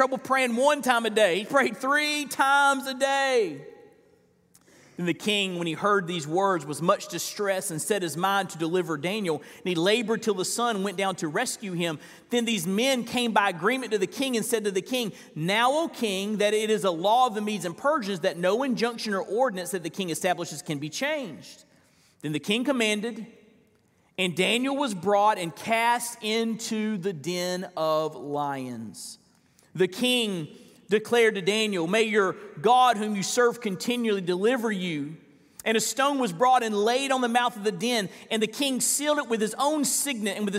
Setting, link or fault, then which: setting, live audience